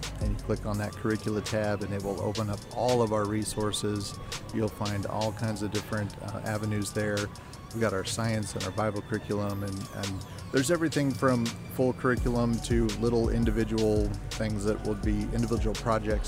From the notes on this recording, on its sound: LIVE from the Creation Museum